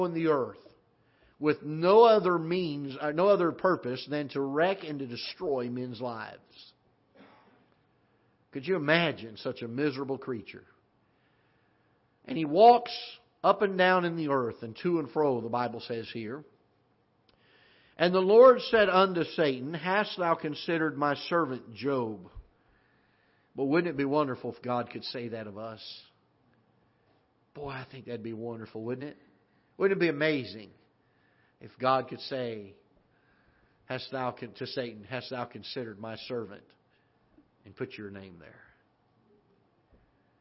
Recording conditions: large echoing room